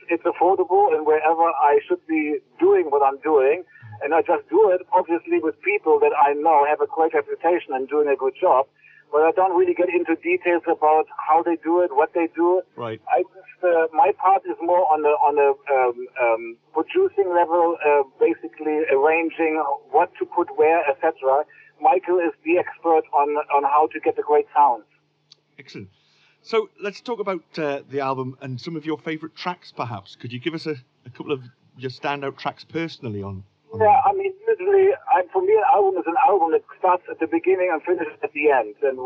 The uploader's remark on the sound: A recent phone conversation